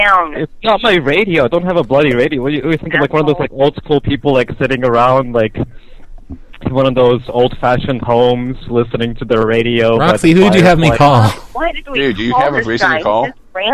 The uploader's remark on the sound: …'s Personal Prank Phone Calls Collection.